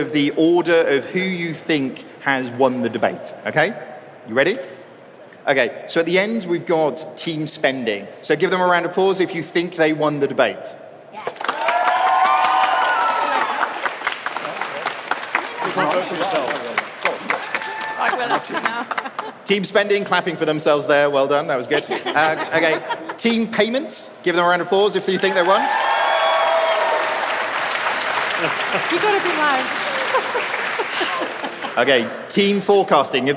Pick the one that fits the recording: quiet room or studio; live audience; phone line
live audience